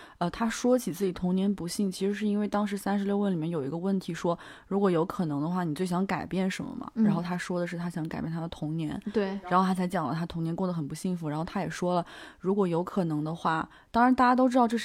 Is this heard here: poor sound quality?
no